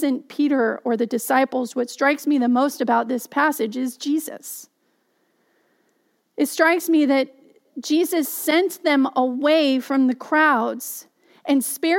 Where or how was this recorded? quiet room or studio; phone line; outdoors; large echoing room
large echoing room